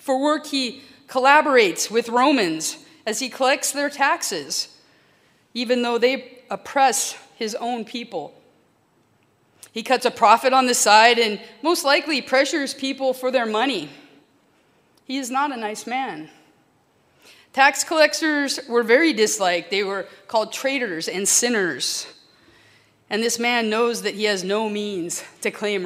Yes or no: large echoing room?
yes